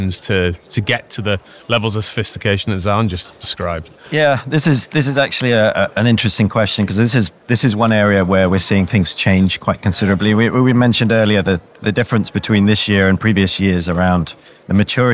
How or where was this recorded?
busy venue